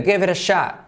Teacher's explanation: Clave SH, la O que es como una A y la T que casi se omite.